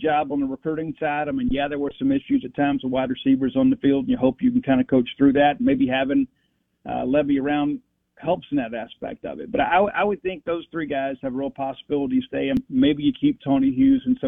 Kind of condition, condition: link, phone line